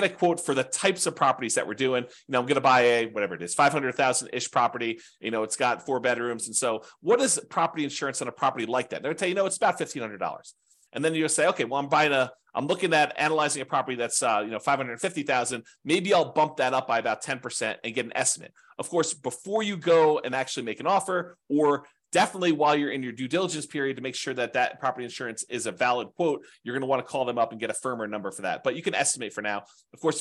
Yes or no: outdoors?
no